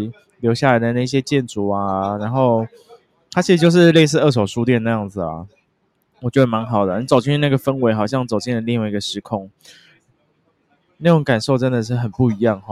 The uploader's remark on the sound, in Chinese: 這次在Central Station旁邊的咖啡廳錄音，也是別有不同風景與體驗!